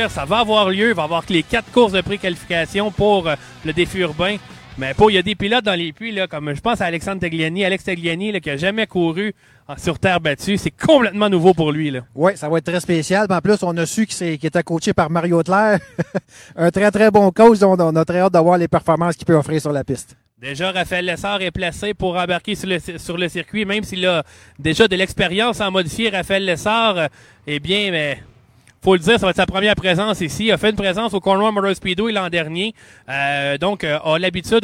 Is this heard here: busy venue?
yes